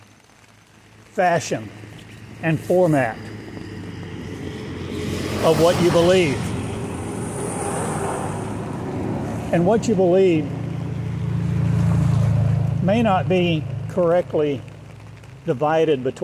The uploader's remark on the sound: Walking along in the rain today. That's not static you hear but rain falling : Recorded as I walked the streets of Eureka Springs September 10, 2020.